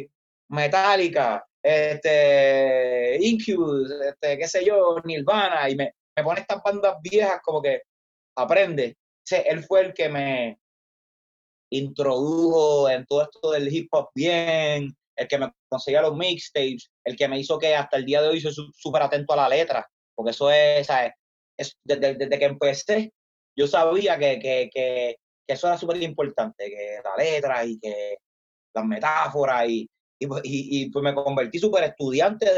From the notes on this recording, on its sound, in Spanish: nos conectamos vía Zoom